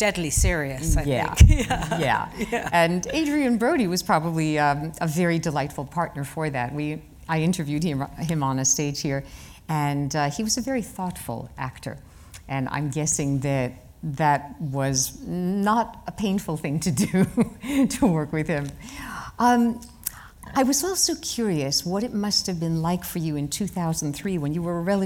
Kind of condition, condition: setting, live audience